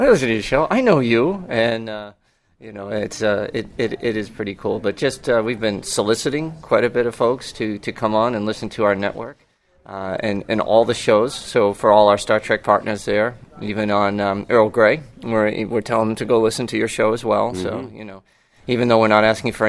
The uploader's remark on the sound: Northeast Trek Convention in Albany, New York. Recorded from inside the Albany Capital Center. Set up a station at a Star Trek convention and meet and greet Star Trek fans from all over.